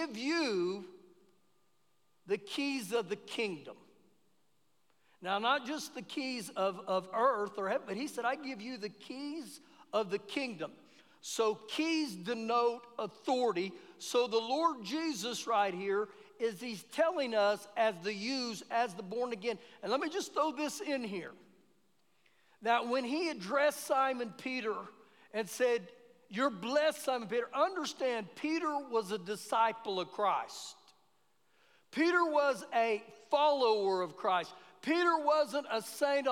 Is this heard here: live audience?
yes